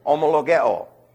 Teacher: the rough breathing does not connote a heavy H sound